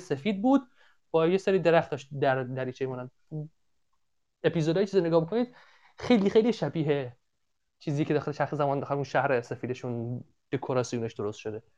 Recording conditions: video call